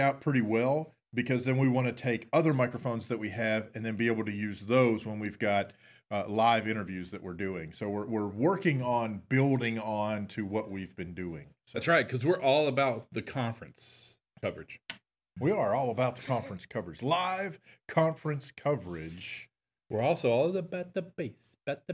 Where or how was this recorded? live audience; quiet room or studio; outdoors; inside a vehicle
quiet room or studio